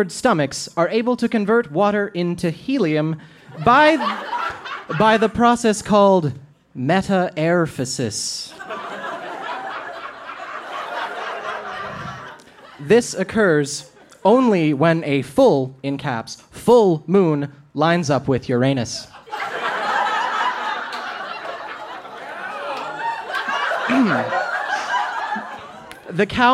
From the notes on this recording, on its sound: Recorded live at the Mercury Room in Edmonton, AB.